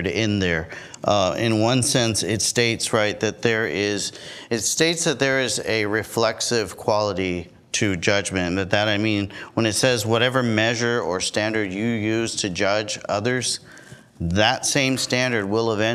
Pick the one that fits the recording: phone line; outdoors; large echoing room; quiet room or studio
large echoing room